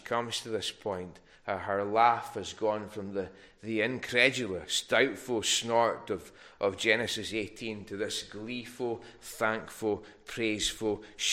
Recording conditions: large echoing room